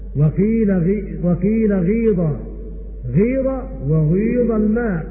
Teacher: خلط صوت الضمة بصوت الكسرة · Term: الإسمام